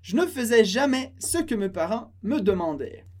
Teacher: a gente termina o som no E, sem pronunciar o ENT · Term: som é